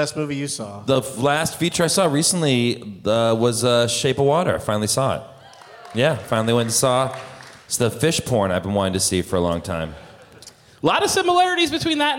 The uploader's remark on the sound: Live from SXSW in Austin